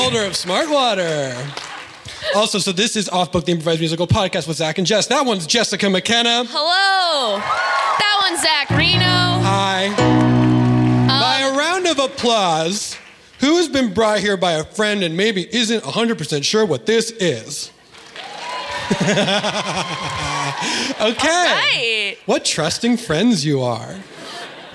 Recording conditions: live audience